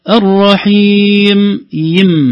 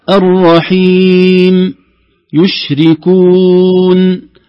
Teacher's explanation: لا نريد إضافة ياء بعد المد · Shown in: second take